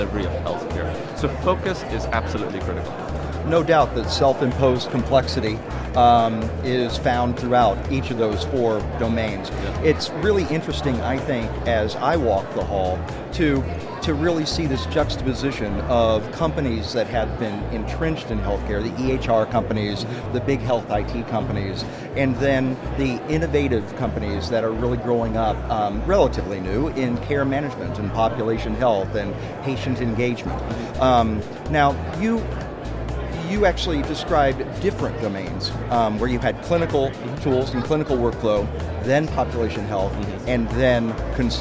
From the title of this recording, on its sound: LIVE from #HIMSS16